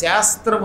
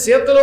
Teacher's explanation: శాకి సాకి తేడా ఉంది. శ్రీరాముడిలో ఉన్న శాని తాళవ్యము అంటారు, తాలూతో పలకాలి, అందువల్ల అక్కడ శాస్త్రము అనాలి. అదే సీతలో ఉన్న సాని దంత్యము అంటారు